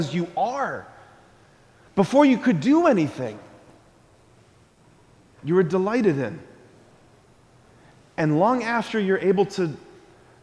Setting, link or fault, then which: setting, large echoing room